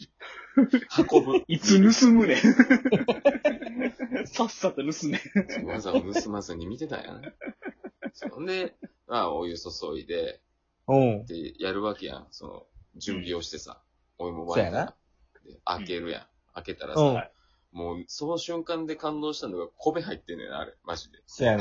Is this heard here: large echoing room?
no